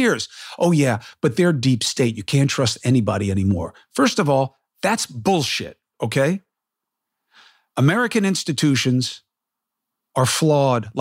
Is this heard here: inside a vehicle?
no